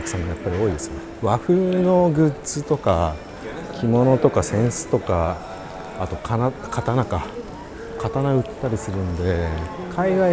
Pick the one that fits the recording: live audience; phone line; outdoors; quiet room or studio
outdoors